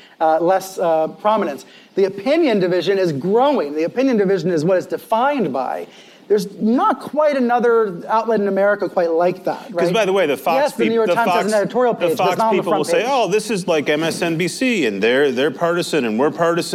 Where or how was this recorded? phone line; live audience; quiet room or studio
live audience